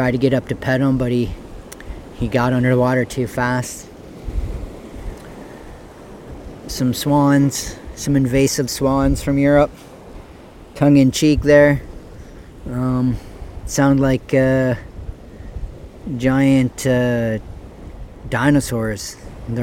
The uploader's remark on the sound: Recorded Live unedited on the east beach of point pelee national park. Kayaked 40 minutes from the marsh Boardwalk. When I awoke I recorded this.